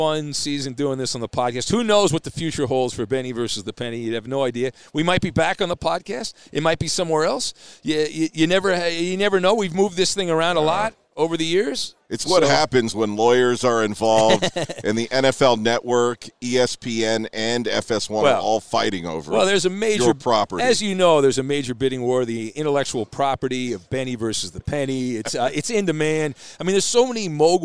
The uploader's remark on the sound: Live from Super Bowl 57!